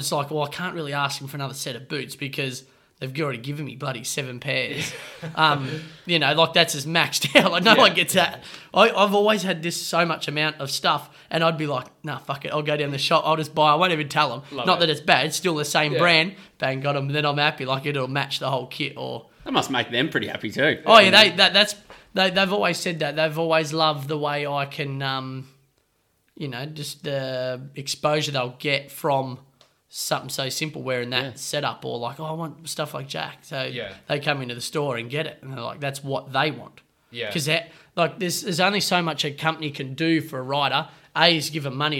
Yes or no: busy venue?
no